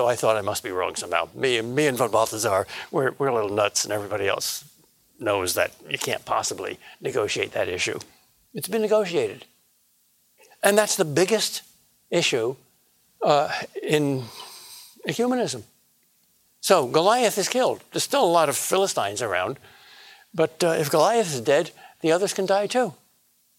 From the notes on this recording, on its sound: A lecture that was delivered as part of Acton University 2018.